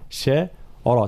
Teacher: ترقيق الشين وتفخيم الراء